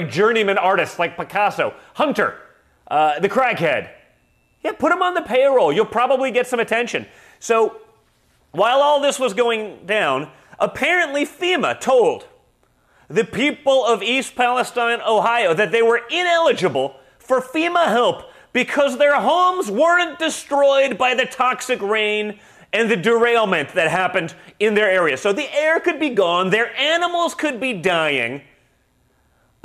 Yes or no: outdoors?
no